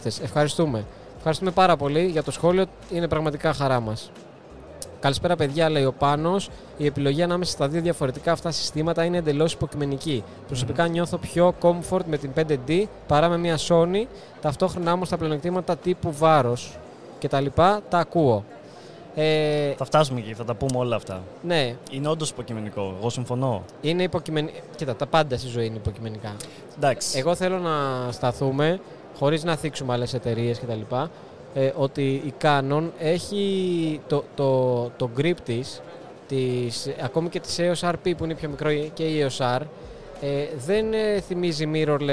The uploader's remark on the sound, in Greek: LIVE SPECIAL EPISODE PHOTOVISION 2022. Live Podcast επεισόδιο απευθείας από την Photovision 2022 και το περίπτερο της Canon Greece!